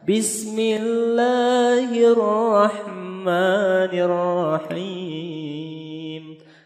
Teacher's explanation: La-nya naik, ma-nya naik kemudian him-nya turun. · Term: nahawan